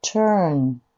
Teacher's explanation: 今、んってベロついて鼻から息が出る